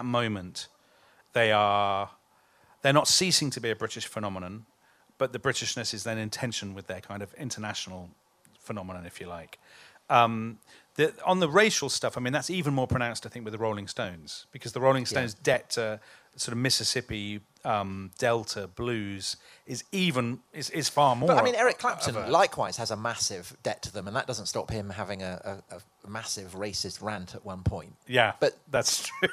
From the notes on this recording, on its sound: live at the Chalke Valley History Festival